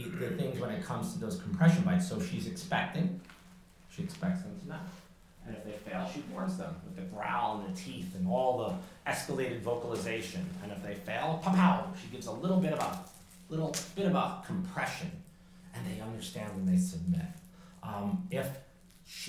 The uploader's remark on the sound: Have a listen to my lecture at the Chatham Public Library in beautiful Chatham New York. It was a great day with an amazing group of people.